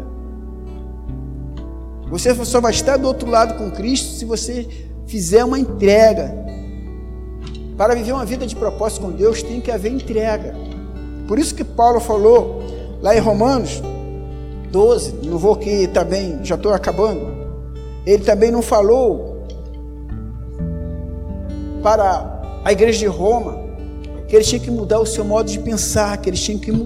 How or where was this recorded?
large echoing room